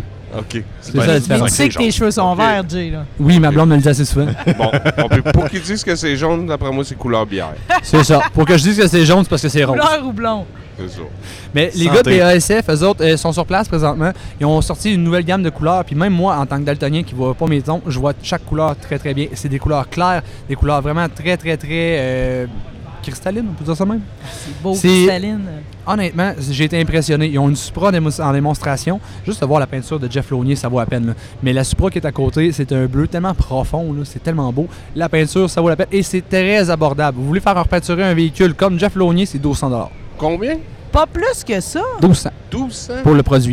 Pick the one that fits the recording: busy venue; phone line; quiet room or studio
busy venue